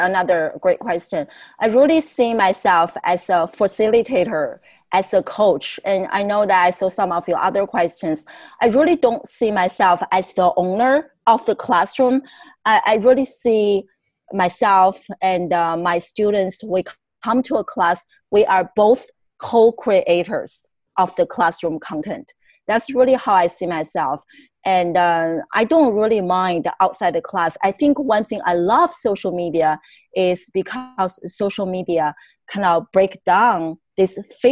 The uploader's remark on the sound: On this episode, I Zoom